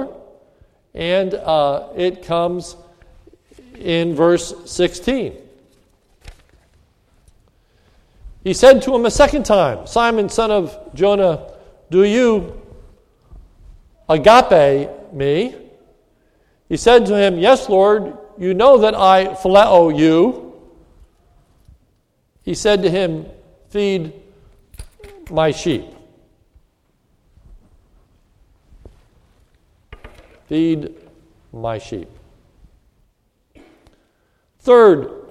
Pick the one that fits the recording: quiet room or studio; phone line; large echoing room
large echoing room